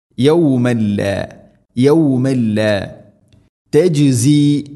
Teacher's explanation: തൻവീന് ശേഷം ലാം ഇദ്ഗാം ബിലാ ഗുന്ന, മണിക്കാതെ കൂട്ടിലയിപ്പിക്കണം. യൗമൻ ല യൗമൻ ല തജ്സി, ജീവനെ ഖൽഖല ചെയ്യണം.